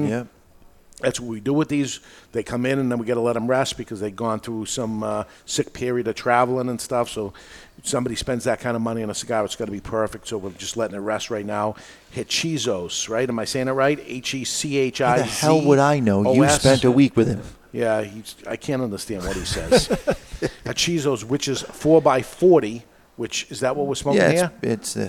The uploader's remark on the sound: Is recorded live in front of a studio audience at Studio 21 Podcast Cafe upstairs at Two Guys Smoke Shop in Salem, NH.